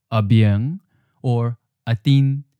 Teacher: But since it's always before another syllable, which means that there's a tone change,We always hear it as the seventh tone, mid-flat.